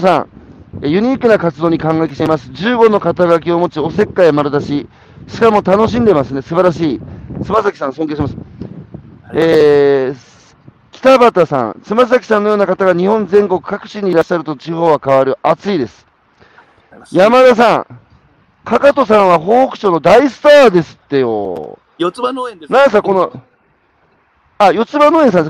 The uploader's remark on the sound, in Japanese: 歩くラジオ。山口県下関市。歩きながら1時間、対談する。